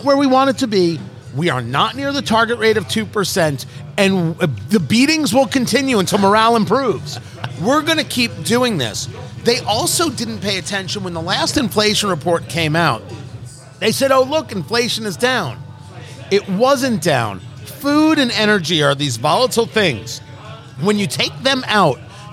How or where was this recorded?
busy venue